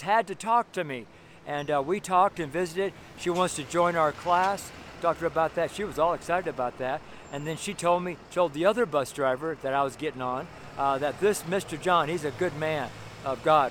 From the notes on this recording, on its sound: Street Sermon preached from Louisville, Colorado.